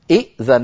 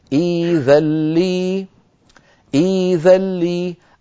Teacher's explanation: يبدلون الهمزة الساكنة ياء مجانسة للكسرة قبلها · Shown in: second take · فبدل من أن يقولوا إئذن يقولون كما نرى في الصورة الثالثة والأخيرة إذلي، إذلي.